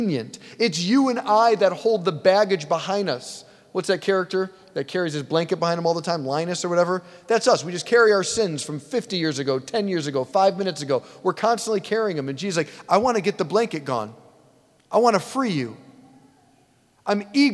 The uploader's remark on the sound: preached this homily on July 23, 2023 at St Basil the Great Catholic Church in Brecksville, OH